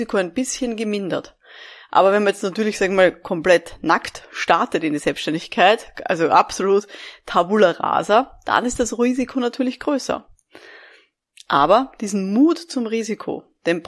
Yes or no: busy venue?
no